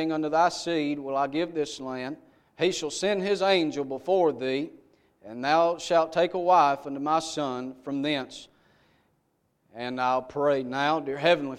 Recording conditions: large echoing room